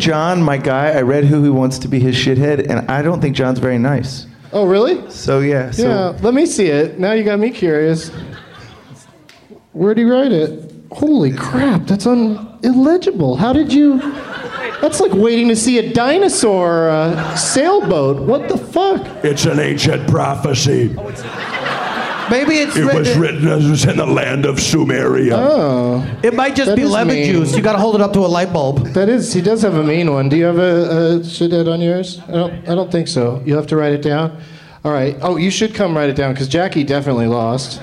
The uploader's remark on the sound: Live from the Bumbershoot Festival in Seattle, WA